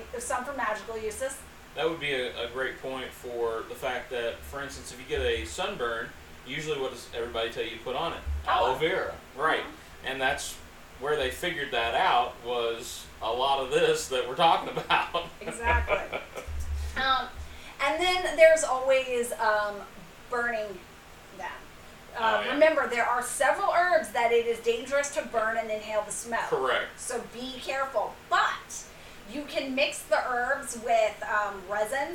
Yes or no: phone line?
no